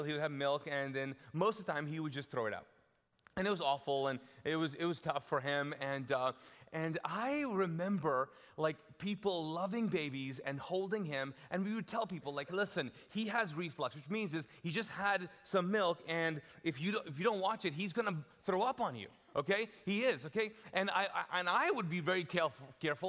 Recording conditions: large echoing room